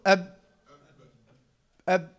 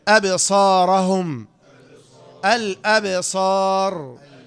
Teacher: قلقلة يعني اهتزاز يحدث في مخرج الحرف، مثل الباء حدث. شوف أب أب ده انحباس أول، لكن أب حبست وبعدين إيه؟